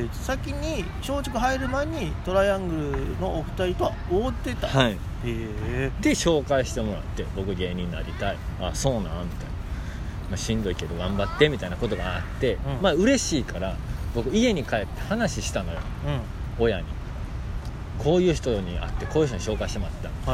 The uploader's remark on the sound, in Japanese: 大阪。公園収録。